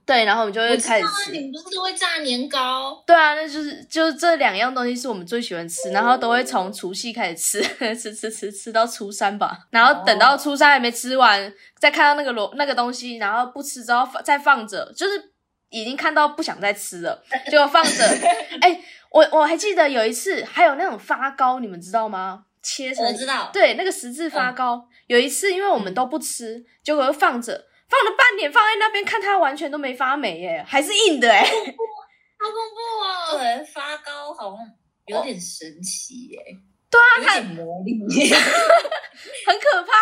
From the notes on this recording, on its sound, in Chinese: 本集由於過年期間錄製，外來聲音影響重疊，加上第一次嘉賓來訪，聲音錄製的品質稍有影響，請各位聽眾見諒。